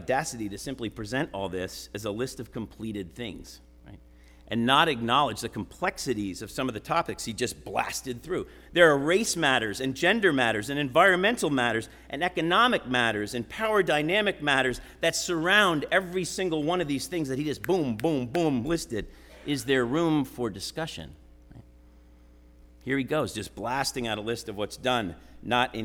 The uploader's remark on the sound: Sermon preached at RCHP on September 10, 2023.